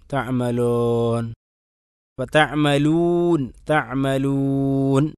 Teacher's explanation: വാവിനെ ശരിക്കും ചേർത്തിക്കൊണ്ട് ചുണ്ട് ചേർത്തിക്കൊണ്ട് തന്നെ പറയണം